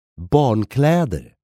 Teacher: Make sure you pronounce the two stressed vowels really long here.